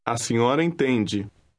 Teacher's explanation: although you're saying A senhora, the initial A is pronounced very lightly